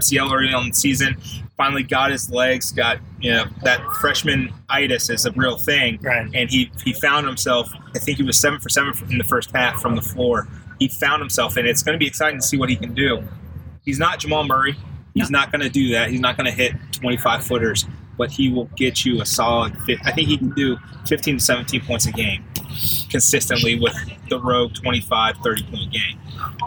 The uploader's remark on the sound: recording from The Sail Pavillion in beautiful downtown Tampa